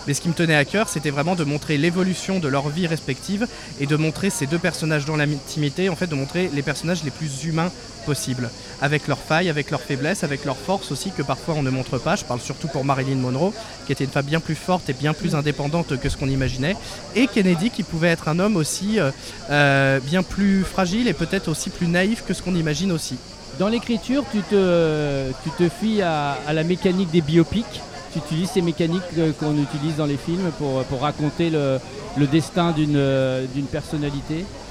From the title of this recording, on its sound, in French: En direct du Festival Off d'Avignon